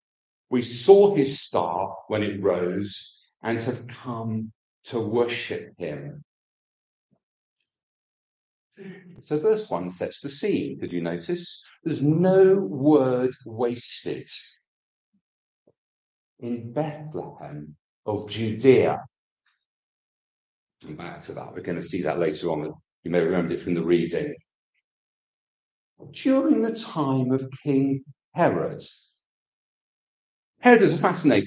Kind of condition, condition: setting, large echoing room